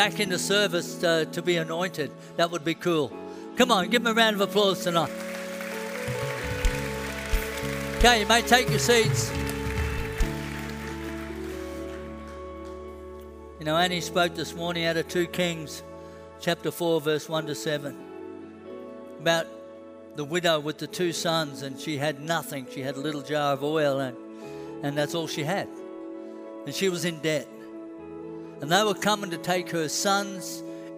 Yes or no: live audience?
yes